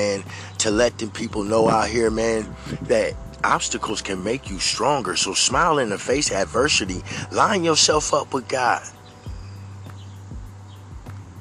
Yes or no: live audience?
no